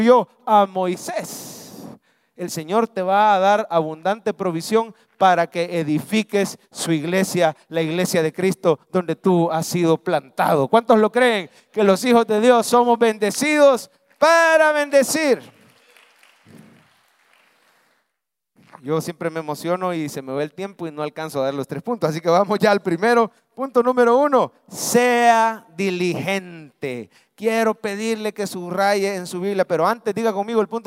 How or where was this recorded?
large echoing room